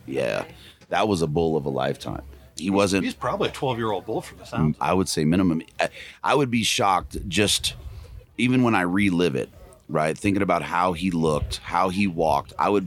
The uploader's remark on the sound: Live from Mountain Archery Fest.